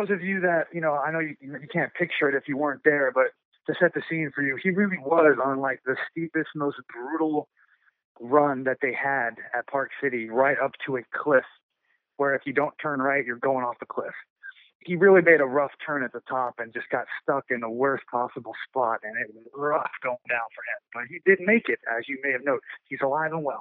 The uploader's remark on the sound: on today’s episode via phone